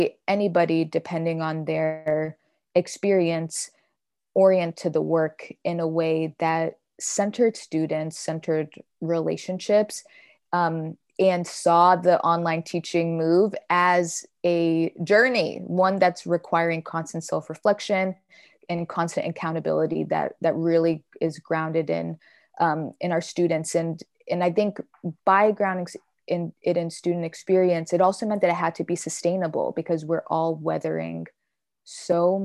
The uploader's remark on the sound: Recorded using Zoom.